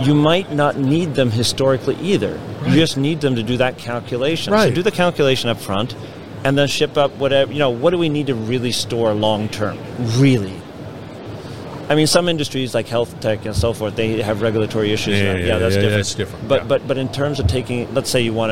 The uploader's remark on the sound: at the IoT Solutions World Congress